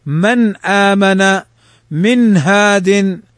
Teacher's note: الإظهار فلا غنة معه ولا تشديد